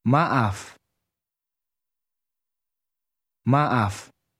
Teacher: Did you hear the short break in the middle of that word?